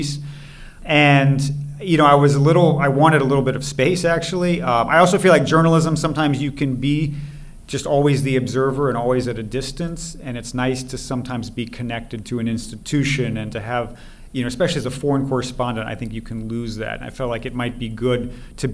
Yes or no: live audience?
yes